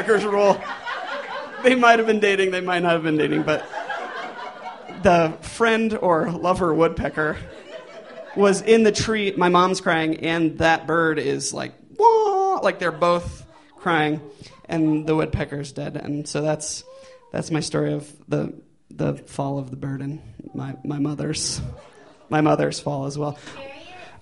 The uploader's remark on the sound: These stories were recorded at The Deer Pile on November 21st, 2013 by our good friends at The Denver Diatribe .